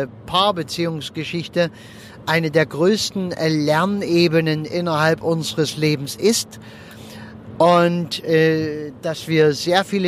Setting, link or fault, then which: setting, inside a vehicle